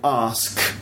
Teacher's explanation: ask ends in a k sound, and k is an unvoiced consonant sound. Unvoiced because you don't use your voice.